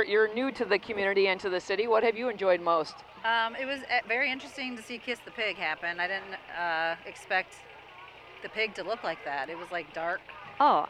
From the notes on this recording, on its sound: The annual Dew Days Grand Parade from downtown Farmington. The rain came down for hours before the parade but cleared just in time to see all the great businesses, organizations and people of Farmington and surrounding communities.